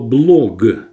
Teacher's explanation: слово «блог», где «г» не переходит в «к», и поэтому звонкое «г» звучит твердо. Это интернестовское слово иностранного происхождения.